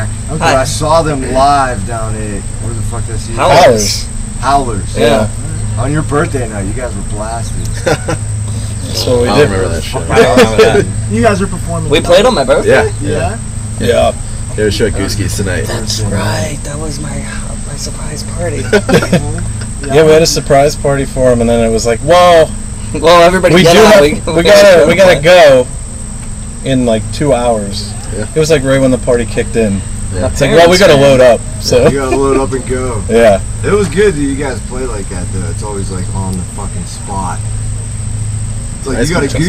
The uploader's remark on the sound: sorry for the poor audio.